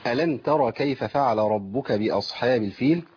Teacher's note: الراء عندي مفخمة في ترى